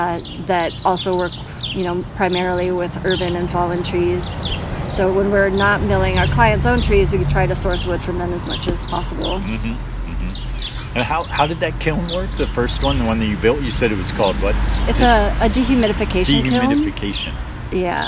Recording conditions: busy venue